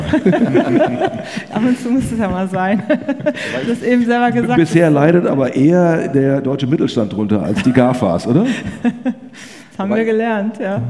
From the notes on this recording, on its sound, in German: Panel-Diskussion von der #BEX18 Banking Exchange Konferenz